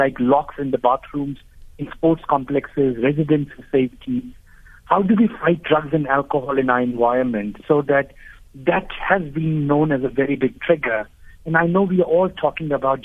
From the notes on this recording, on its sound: Guest (phone)